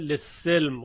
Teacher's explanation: شعبه للسلم خونده به کسر سین